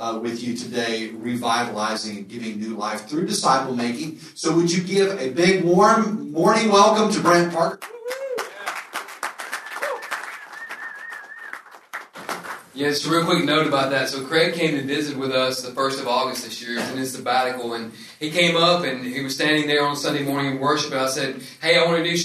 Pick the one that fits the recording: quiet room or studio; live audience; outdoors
live audience